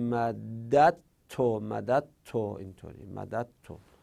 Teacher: یعنی دال اول رو ت تلفظ کنیم